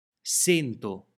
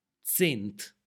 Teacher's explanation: il suono della C tende alla S sorda, S, o al suono affricato, Z. Il numero 100 può diventare sento in Veneto o zent nella mia zona.